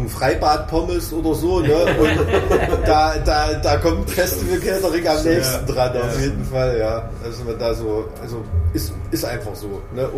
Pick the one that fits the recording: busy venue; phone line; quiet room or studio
busy venue